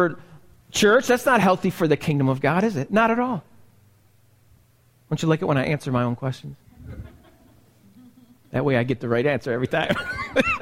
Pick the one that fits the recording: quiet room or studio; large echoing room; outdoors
large echoing room